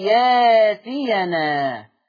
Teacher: في كلمة يأتينا تبدل بألف مادية